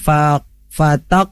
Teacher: ada qaf bersukun. Nah, ini pun juga harus mantul, yang disebut qalqalah sugra